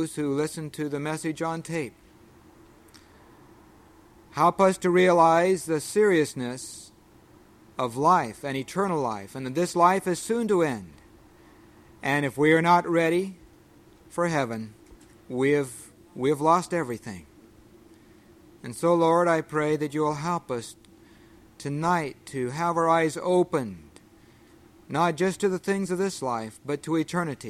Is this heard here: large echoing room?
yes